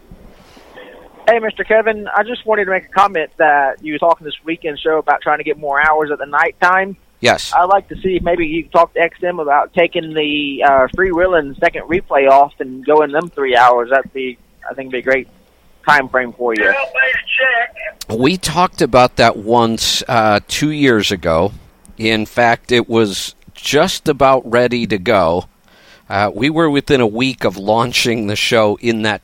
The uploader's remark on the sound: Call in Question and Answer Show.